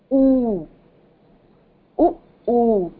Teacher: So again, here it is elongated. The position of the mouth and everything is going to be the same. It is just that you are elongating the sound of oo